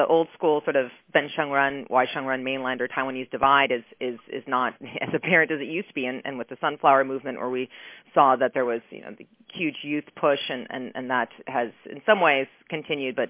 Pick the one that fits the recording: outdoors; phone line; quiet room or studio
phone line